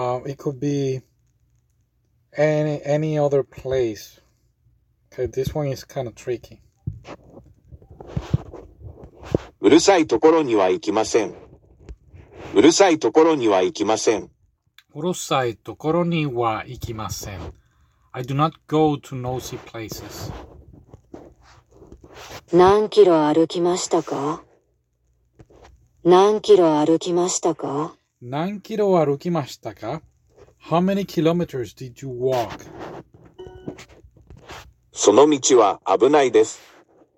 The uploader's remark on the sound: I am sorry for the bad audio, this is a video/ podcast.